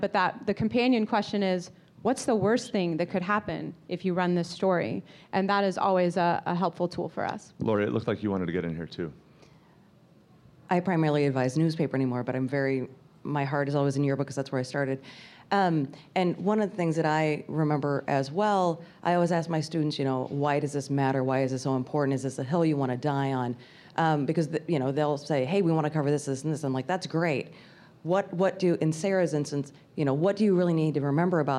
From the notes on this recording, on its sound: Recorded live at the National High School Journalism Convention in Chicago. Thank you to the 200+ students, advisers and yearbook professionals who joined us in the live audience!